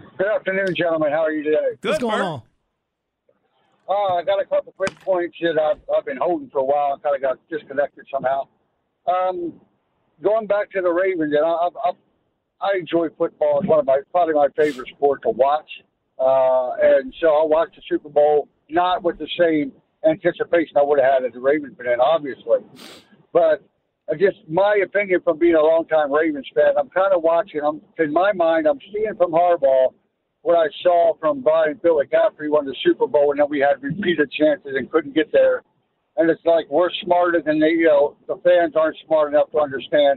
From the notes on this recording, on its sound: Introductory press conference.